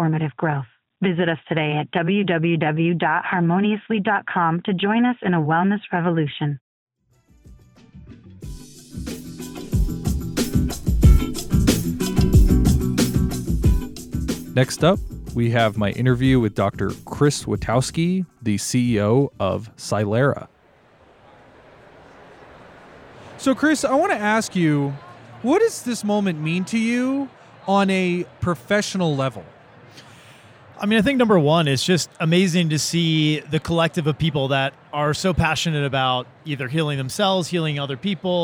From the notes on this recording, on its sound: Live from Psychedelic Science. From attending the largest psychedelic conference in modern history.